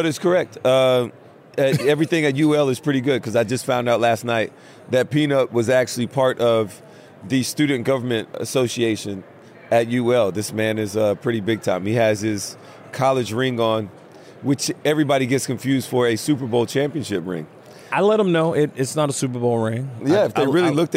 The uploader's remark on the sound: Live from radio row for Super Bowl LVII.